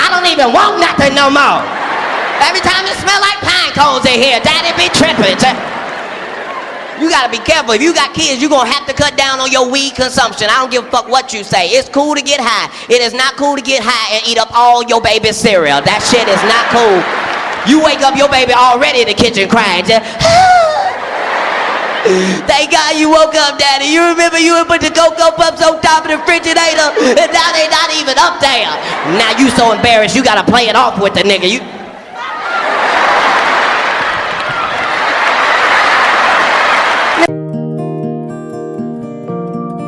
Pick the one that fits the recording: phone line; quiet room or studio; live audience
live audience